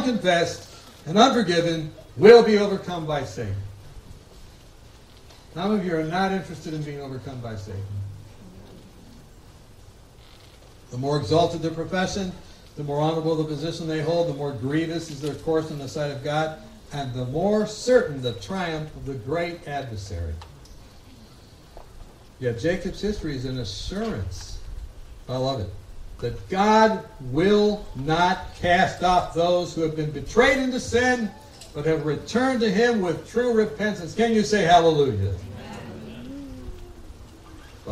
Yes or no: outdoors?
yes